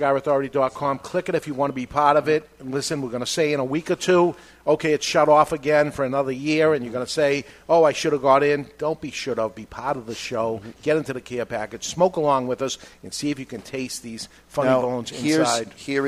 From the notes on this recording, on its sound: live from Two Guys Smoke Shop in Salem, NH